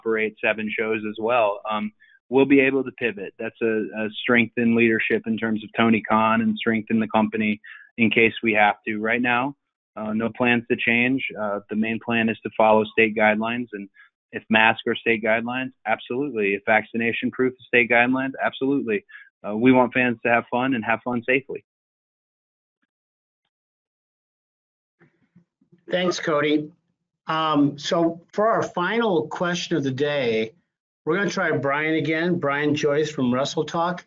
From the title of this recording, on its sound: Media Conference Call